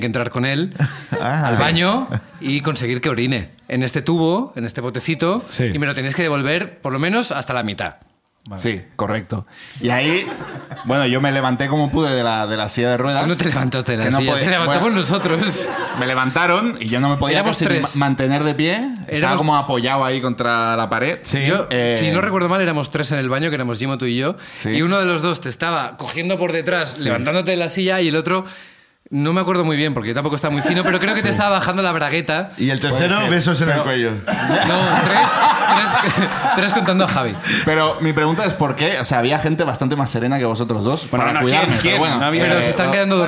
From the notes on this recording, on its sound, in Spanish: El público nos cuenta